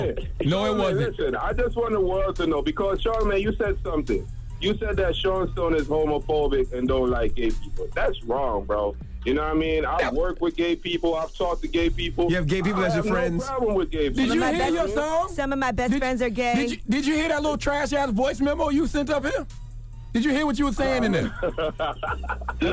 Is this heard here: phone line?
yes